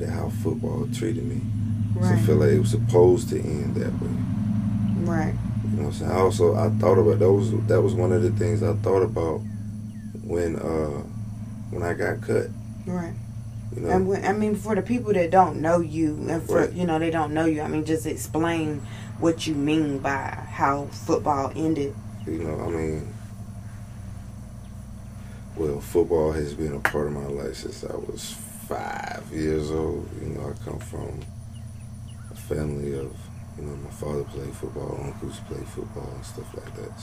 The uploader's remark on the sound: This episode is raw and organic. Recorded outside in nature. No fancy studio or stuffy convo over here.